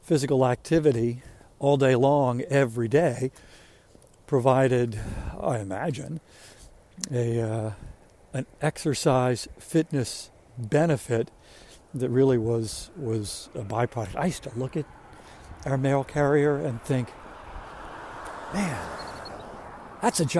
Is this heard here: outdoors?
yes